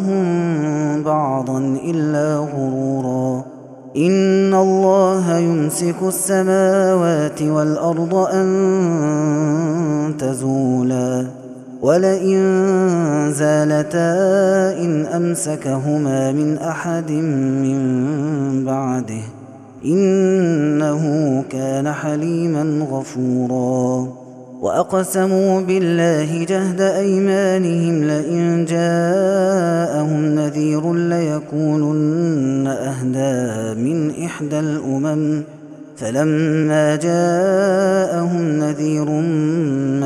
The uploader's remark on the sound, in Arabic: هذا التسجيل من صلاة التراويح